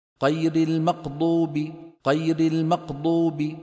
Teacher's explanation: خلط صوت الغين بالقاف مو القاف بالغين